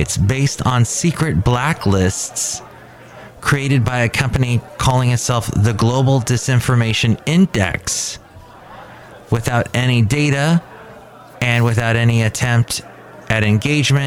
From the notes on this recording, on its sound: Podcasts live from Cafe Anyway.